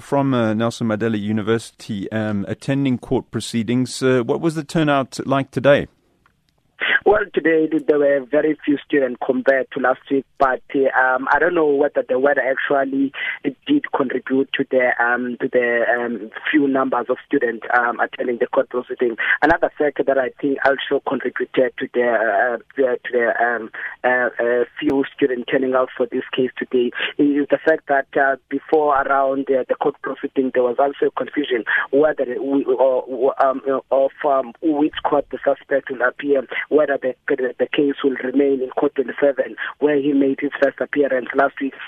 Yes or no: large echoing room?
no